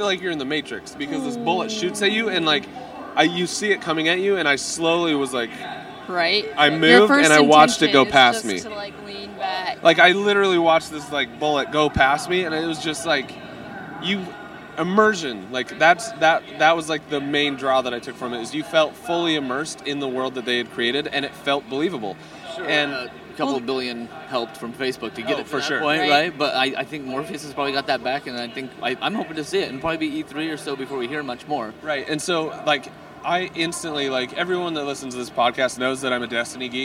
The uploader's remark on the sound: We descend on the Sony Booth&#8217;s Main stage to record this weeks LittleBigKast! LIVE from CES 2015!! We descend on the Sony Booth’s Main stage to record this weeks LittleBigKast!